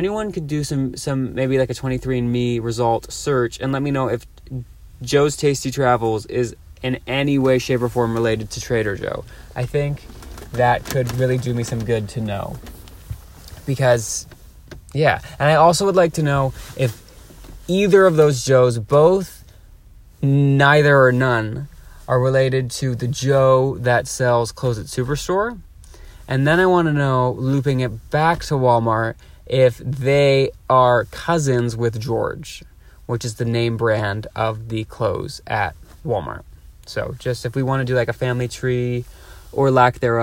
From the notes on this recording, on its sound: Records live from a parking lot.